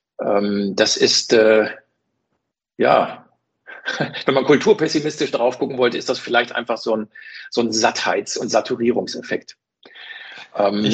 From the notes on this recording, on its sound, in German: ChinaWebinar Live. Live Podcastaufnahme von dem Webinar.